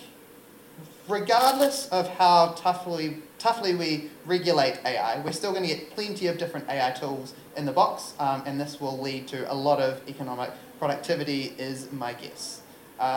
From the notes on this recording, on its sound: Live recording from NZISF 2023. This talk was recorded live. As part of the New Zealand International Science Festival.